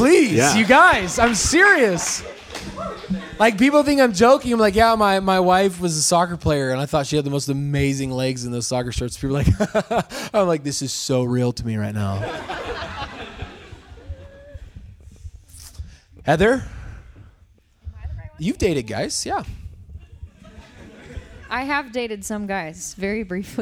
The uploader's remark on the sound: Live at Westside Exchange